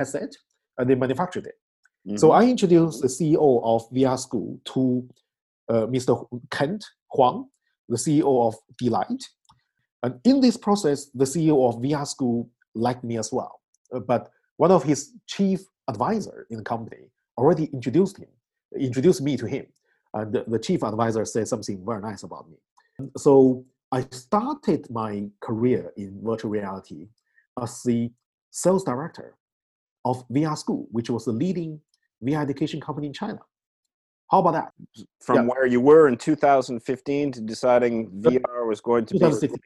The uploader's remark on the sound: Call Recording: Zoom. Podcasting: Anchor. Recording: Logic Pro X.